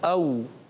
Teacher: ہونٹوں کی گولائی سے ادا ہوتا ہے · Term: واو